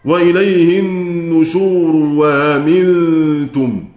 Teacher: لما يوصل كلمة وإليه النشور بكلمة أأمنتم يبدل هذه الهمزة واو